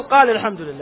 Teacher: الحالة الثالثة وهي الحذف، الحذف يعني حذف الساكن، قال الحمد لله، قال الحمد لله، قال مثنى، قال فيه ألف ساكنة، الحمد لله لام ساكنة، فالألف الساكنة مع اللام الساكنة تحذف الألف في قال، كأنك تقول قال الحمد لله، واحد فقط وهي اثنين، قال الحمد لله.